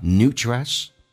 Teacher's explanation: New 这个单词美式发音趋向于发 oo，把这个也去掉 New dress Do you like my new dress, Mike?